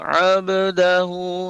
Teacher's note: Ba yang sukun ini ada termasuk qalqalah dan harus dipantulkan.